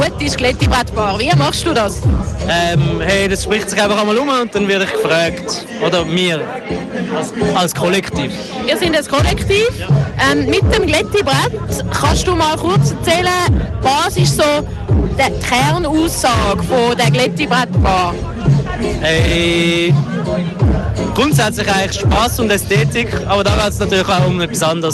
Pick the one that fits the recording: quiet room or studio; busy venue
busy venue